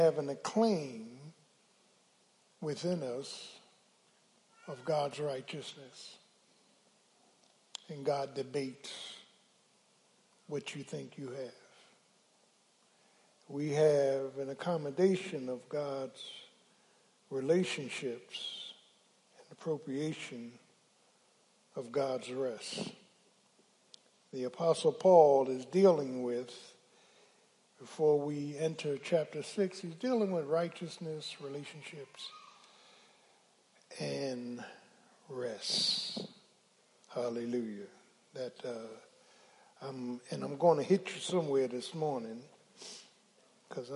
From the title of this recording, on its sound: Sunday Morning Service 8.6.23 - Audio